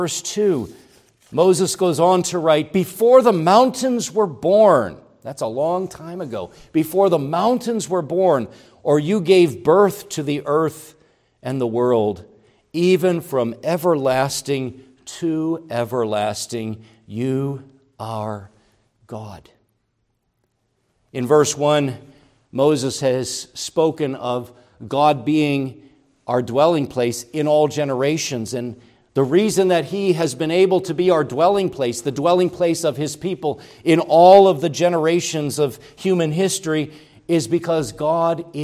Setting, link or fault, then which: setting, large echoing room